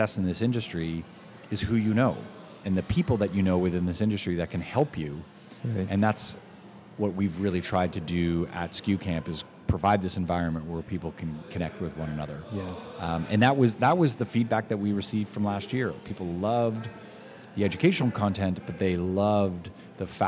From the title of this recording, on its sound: Live from the Ace Hotel: skucamp, New Orleans!